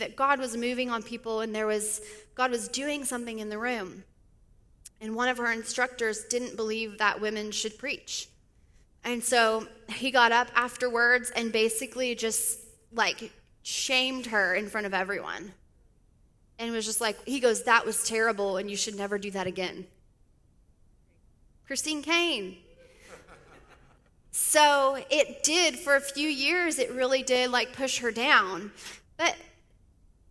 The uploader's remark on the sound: speaks at the Sunday Service of KLSA